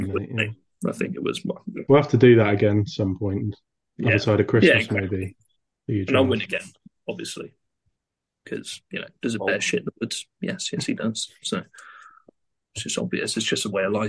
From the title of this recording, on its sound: with many wifi issues